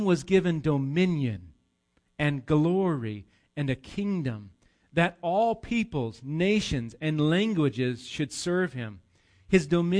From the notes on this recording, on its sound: Recorded live at Bethany Bible Church.